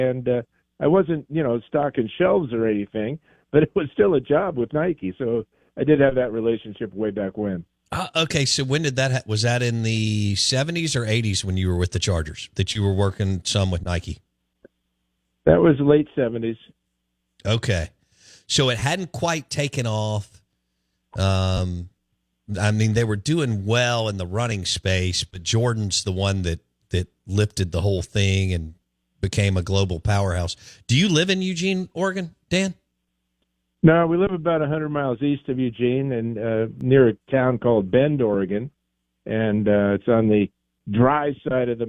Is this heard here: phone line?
yes